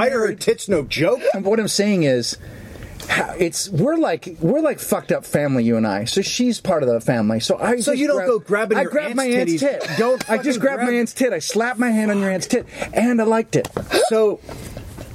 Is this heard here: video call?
no